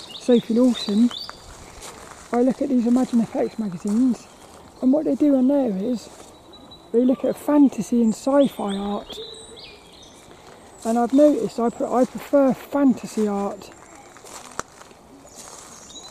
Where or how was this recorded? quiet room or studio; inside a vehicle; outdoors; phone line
outdoors